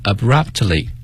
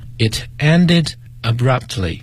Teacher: 这里面 P 和 T 都是要发音的，只是说它比较轻